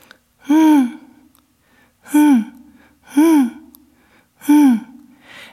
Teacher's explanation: a high, mid, unrounded, nasalized vowel of short duration. High referring to the jaw, in other words, the jaw position is high. · Term: quasi-resonant nuclei